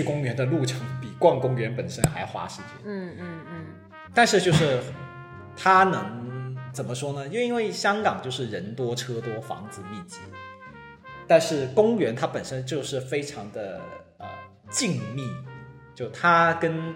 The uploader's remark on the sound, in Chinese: 录制节目的时候由于场地原因，回音较大，请大家多担待。